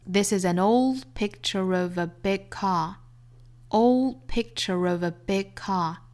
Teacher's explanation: old 后面的 d 的发音失去爆破， picture 中间的 k 的发音失去爆破， big car big 尾部的 g 的发音也是做失去爆破